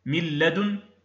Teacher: يعني بغير غنة هنا بغير غنة مطولة، وأيضا بغير غنة أصلا. يعني في هذه الحالة تعدم النون والتنوين ذاتا وصفة، فلا يبقى منها شيء، وهذا في حرفين: في اللام والراء. · Term: إدغام بغير غنة